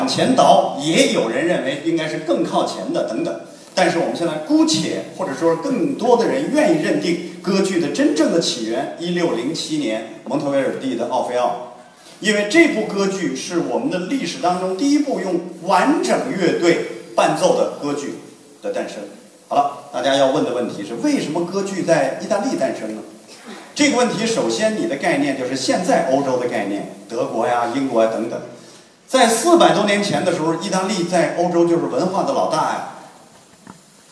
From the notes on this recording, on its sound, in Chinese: 丰台十二中，一堂别开生面的歌剧艺术课正式开讲！更有多位青年艺术家现场演示，还专门设计了让学生互动体验的精彩环节。现场笑声阵阵。